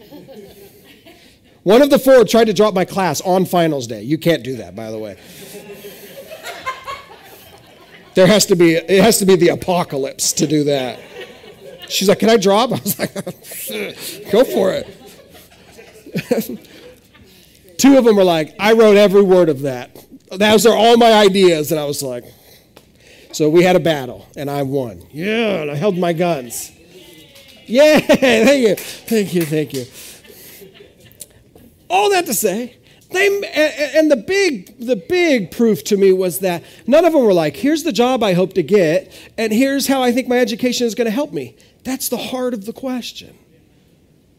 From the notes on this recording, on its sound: This is audio ripped from the Live Service video.